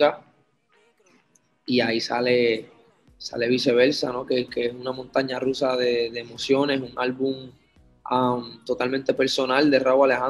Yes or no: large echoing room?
no